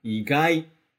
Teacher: E o segundo, que é o de não esperado, né, alguma coisa não esperada, você começa baixo e depois sobe